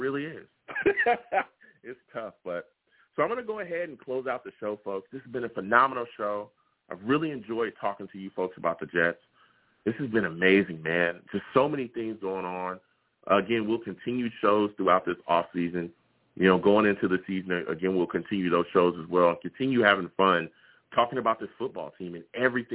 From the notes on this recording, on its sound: I take live callers!